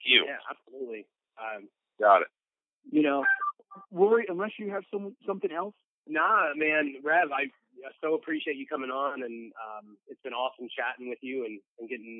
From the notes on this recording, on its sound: spending some time on the phone